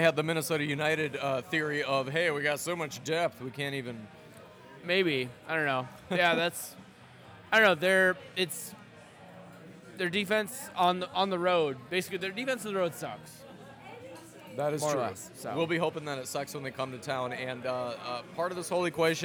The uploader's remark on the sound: Ceaselessly accosted by Arsenal fans during recording.